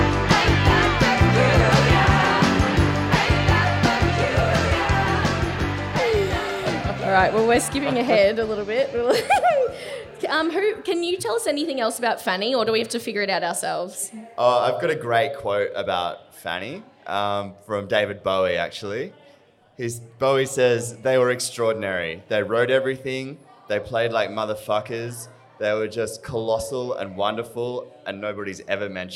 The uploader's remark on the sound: Live from Lulie Tavern